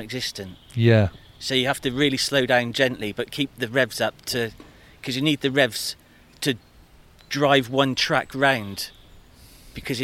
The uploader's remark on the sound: Get to drive round the Wiltshire countryside in a T34 Russian tank. Enjoy the sounds and smells from inside the tank.